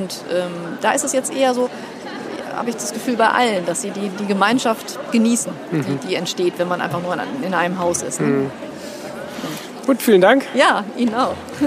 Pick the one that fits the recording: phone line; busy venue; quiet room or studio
busy venue